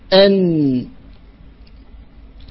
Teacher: ثم قال الناظم رحمه الله تعالى بعد قوله واللام أدناها لمنتهاها، قال والنون من طرفه تحت جعلوا، والنون من طرفه تحت جعلوا، أي اجعل النون أسفل من مخرج اللام، فتخرج النون من طرف اللسان مع ما يحاذيه من لثة الثنيتين العلويتين لكن تحت مخرج اللام · Term: مخرج النون